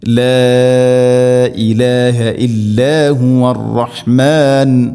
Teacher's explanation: ഇലാഹ ഹംസ മദ് മുൻഫസിൽ, 4-5 ഹർക്കത്തിൻ്റെ ഖദറിൽ നീട്ടാവുന്ന മദ്ദാണത്